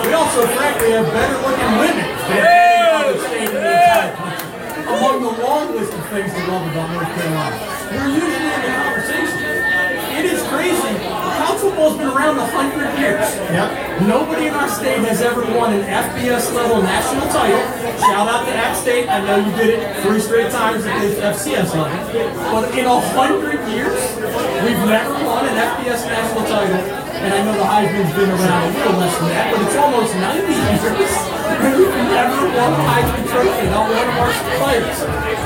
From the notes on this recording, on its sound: BROADCAST LIVE from WRIGHTSVILLE BEACH and JIMMY'S. The NORTH CAROLINA SPORTS NETWORK and NC PORK present the OLD NORTH STATE TAILGATE & Traveling Sports Circus.